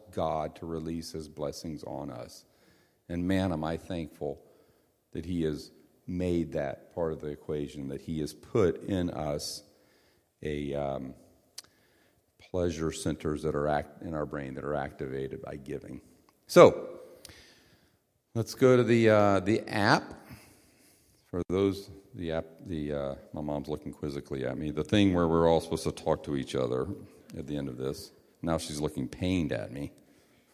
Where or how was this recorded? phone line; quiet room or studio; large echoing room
large echoing room